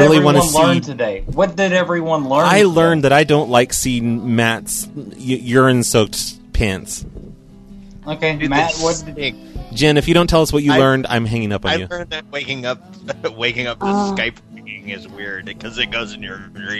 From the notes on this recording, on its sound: Prank Phone Calls